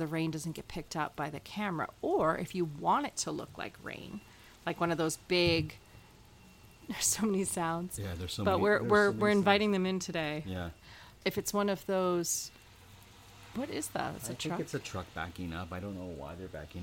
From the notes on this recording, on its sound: take advantage of the pitter pater of the rain that is following when they decide to turn on the microphone and record an episode